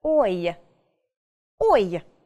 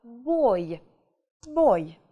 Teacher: То есть положение, да, положение губ у нас меняется. Начинаем с о, заканчиваем на и. · Term: звук ой